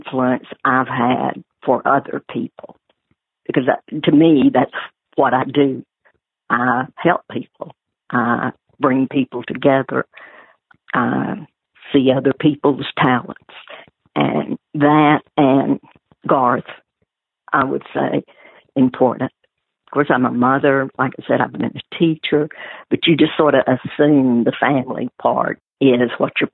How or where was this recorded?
phone line